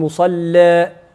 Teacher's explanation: تقرأها بالتقليل مع ترقيق اللام، لأن الذي رقق اللام هو ذلك التقليل